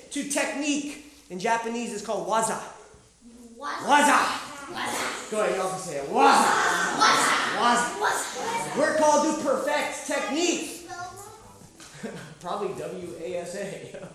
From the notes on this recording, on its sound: Live Sessions from Camp R.A.W. This was originally recorded live at The School of Warrior Arts annual Camp R.A.W.